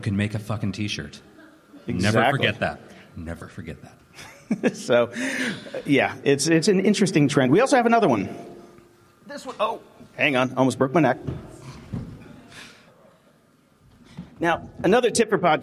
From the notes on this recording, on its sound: Coming to you live in front of a studio audience from the 2018 Fireside Conference in Canada. Live from Fireside 2018.